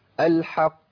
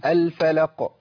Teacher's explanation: القاف مشدده في الحق. الفلق القاف مخففه. الفلق الحق زودت زمن شويه.